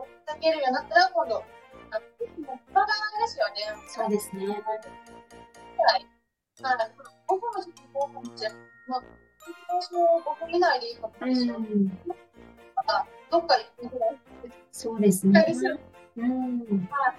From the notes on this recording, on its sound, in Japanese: 音質注意。インスタコラボライブにて。音声が途切れがちだったり、 くぐもったり、 どちらかの音声が大きかったり小さかったりしています。